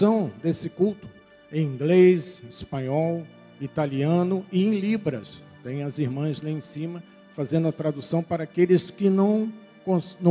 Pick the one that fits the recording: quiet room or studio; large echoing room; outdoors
large echoing room